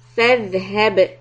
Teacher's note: Stay on the ذال سكون. Just a fraction of a second. Don't let it bounce or make a قلقلة. And هب. با will be قلقلة.